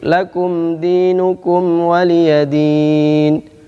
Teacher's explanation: Mim sukun bertemu selain dua huruf tersebut, maka dibaca izhar syafawi. Izhar artinya jelas, mimnya jelas, tanpa ada dengung. Syafawi adalah keluar dari dua bibir. Maka mimnya jelas. · Term: izhar asy-syafawi